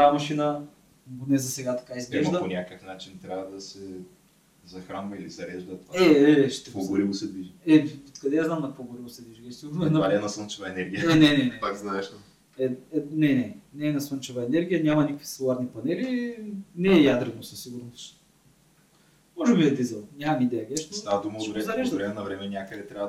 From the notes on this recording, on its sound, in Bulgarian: Понякога епизодът се получава толкова добре, че няма как да го изхвърлиш, дори когато тотално си прецакал звука.